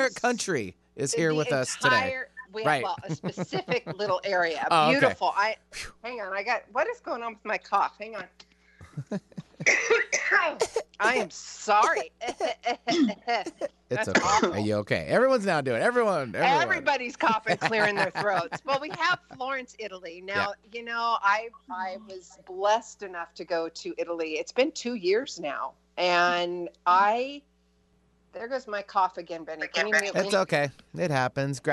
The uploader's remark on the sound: Call In From Florence, Italy!